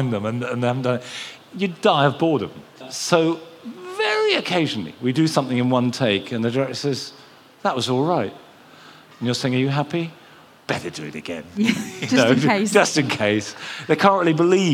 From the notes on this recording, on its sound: Recorded at BBC Gardeners’ World Live. The live audience listened.